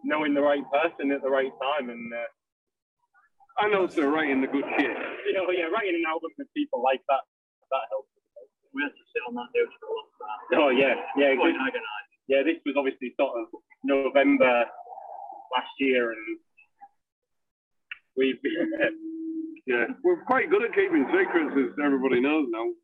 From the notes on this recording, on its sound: Live At Riff Fest 2021. Note: The sound isn't the best. The band were at Riff Fest 2021, so this interview was done before they took to the stage, in a car via phone.